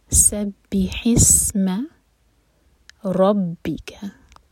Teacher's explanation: سین پر سیٹی کی طرح آواز آنی چاہیے